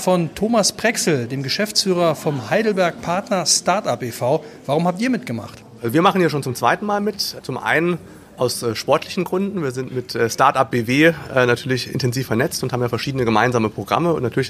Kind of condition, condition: setting, busy venue